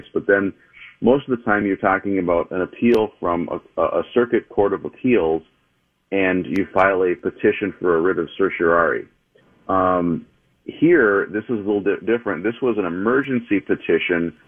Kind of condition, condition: link, phone line